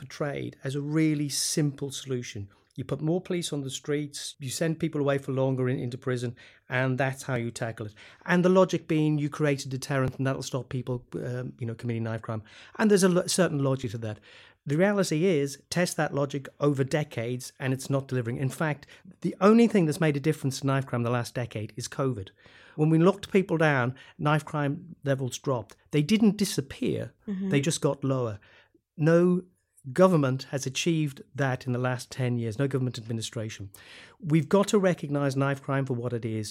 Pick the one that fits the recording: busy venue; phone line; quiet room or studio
quiet room or studio